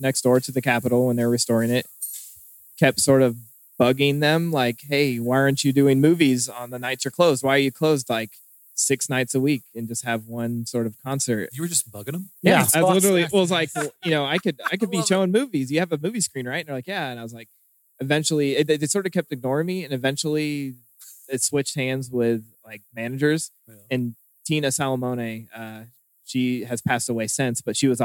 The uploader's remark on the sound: Live from Snaff 2023